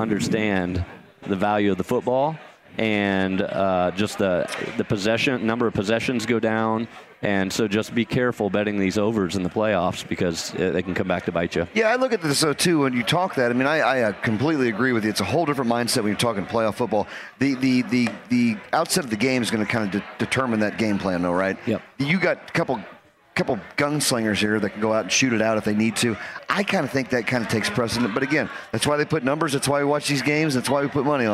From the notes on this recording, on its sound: Kicks off the show LIVE from Parks Place Pub in Fishers. He also takes a call from a listener of the show!